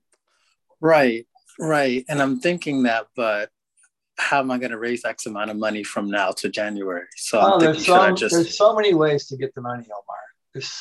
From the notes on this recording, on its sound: The shows are now all hosted on Zoom.